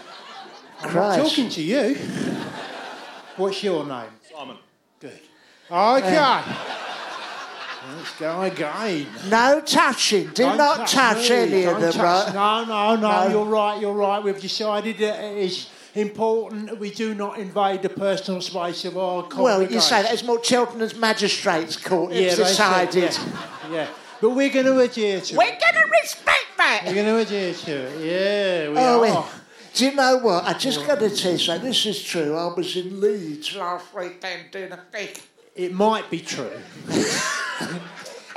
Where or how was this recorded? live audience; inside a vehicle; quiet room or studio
live audience